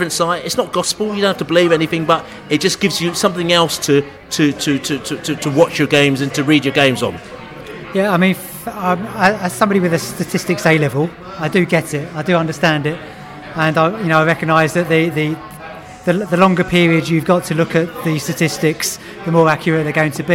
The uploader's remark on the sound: Beesotted Pre-Barnet FA Cup Podcast From The Pub.